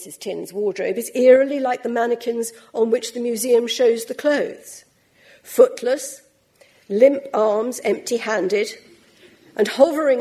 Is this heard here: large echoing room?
yes